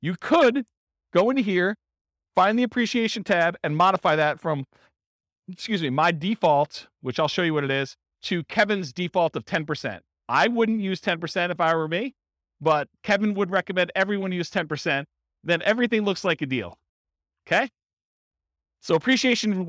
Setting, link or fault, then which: setting, live audience